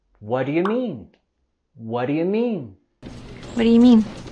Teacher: La entonación se va a caer al final de esta pregunta.